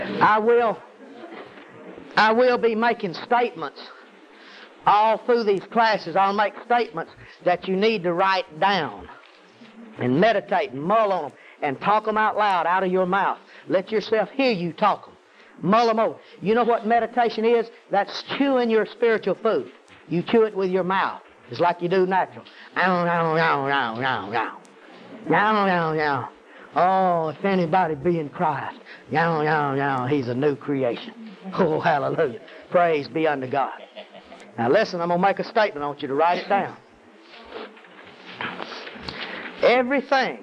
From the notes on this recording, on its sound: Bad audio.